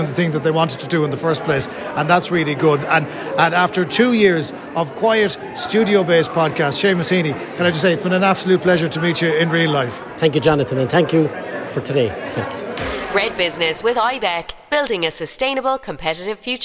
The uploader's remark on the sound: At an actual in-person event at Visit Cork The Industry Day to promote Cork tourism.